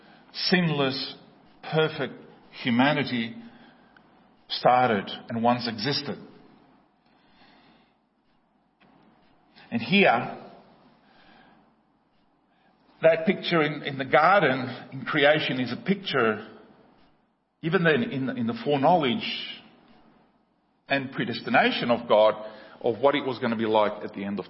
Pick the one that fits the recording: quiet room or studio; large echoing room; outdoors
large echoing room